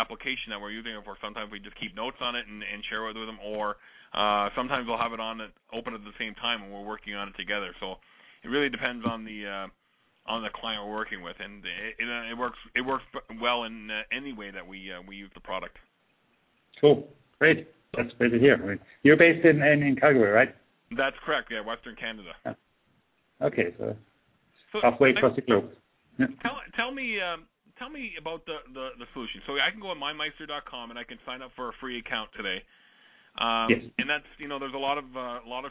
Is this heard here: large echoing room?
no